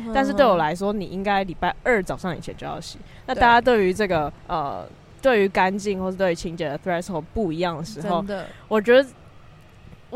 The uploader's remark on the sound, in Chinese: 本集在有風的天臺錄製，會有飛機起降的聲音哦～